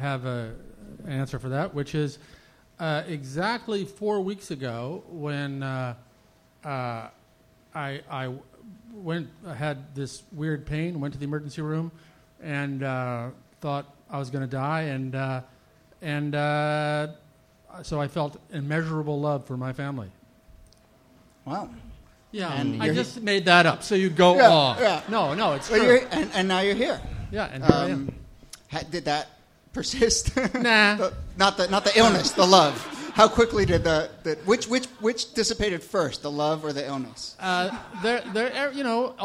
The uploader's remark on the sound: Ask Roulette is a conversation series in which strangers ask each other questions on stage. This excerpt is from our November regular show at Housing Works Bookstore.